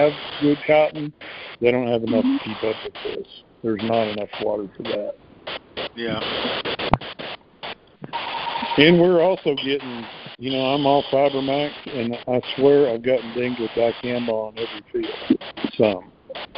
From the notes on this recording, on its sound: Monthly Conference Call